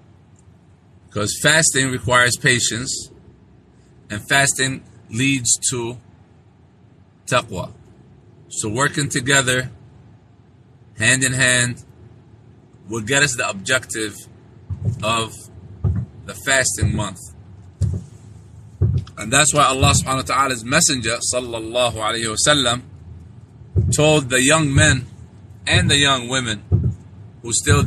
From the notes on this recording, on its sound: This was a live streaming that was made while driving